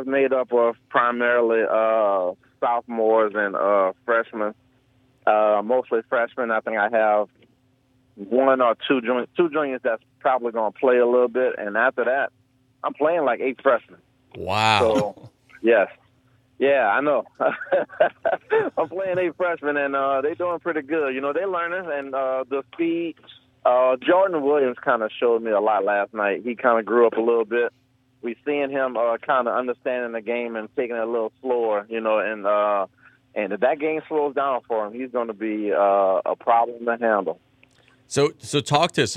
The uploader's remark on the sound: In the 2nd segment of the show we go to the phone lines